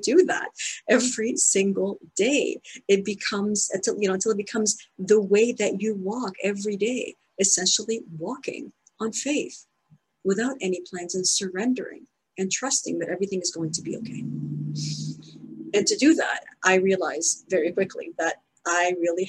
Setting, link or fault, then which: link, video call